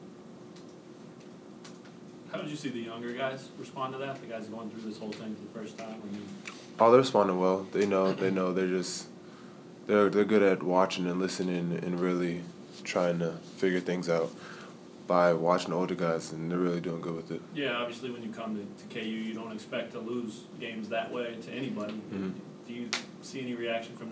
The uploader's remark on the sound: Press Conferences & Post-Game Interviews